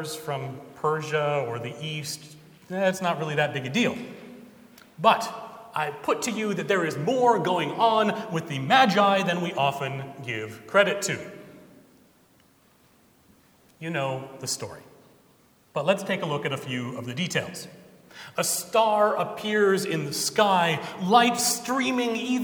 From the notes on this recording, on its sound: Recorded Jan 8, 2017 at Trinity Presbyterian Church in Bixby, Oklahoma